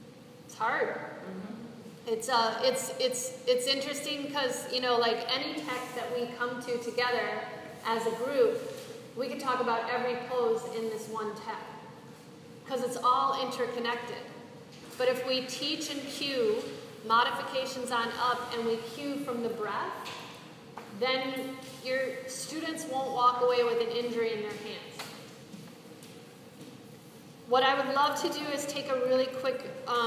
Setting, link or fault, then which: setting, live audience